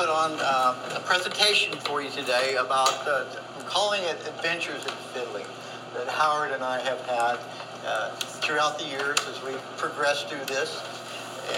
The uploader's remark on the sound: Gave this workshop as part of the Big Muddy Folk Festival in Boonville, Missouri, on May 15, 2022.